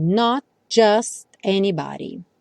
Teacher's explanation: Reparem como os T's desaparecem.